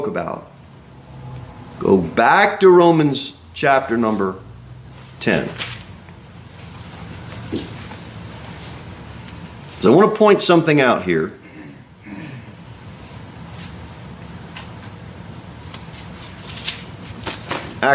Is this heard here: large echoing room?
yes